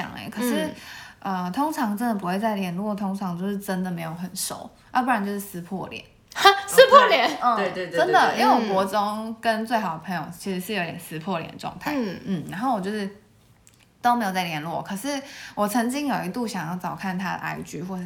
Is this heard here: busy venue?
no